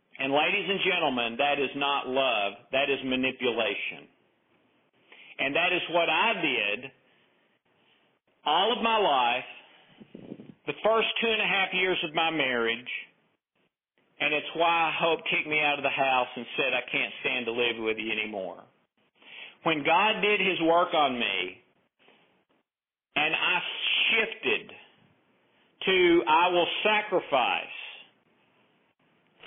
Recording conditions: phone line